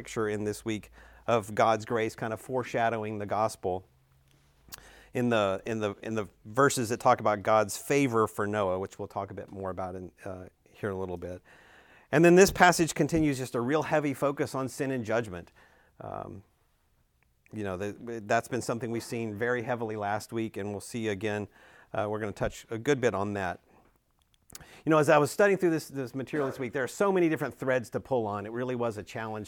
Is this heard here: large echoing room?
yes